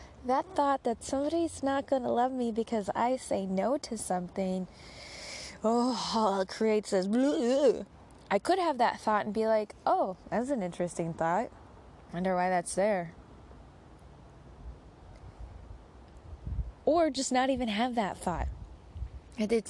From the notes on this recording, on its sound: The sound of Magpies & the Bangalley Headlands